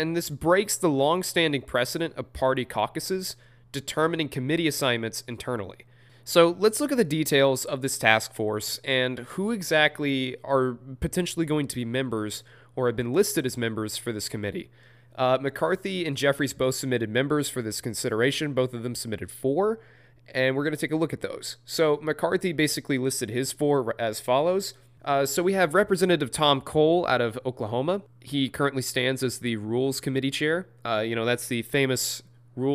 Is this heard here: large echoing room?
no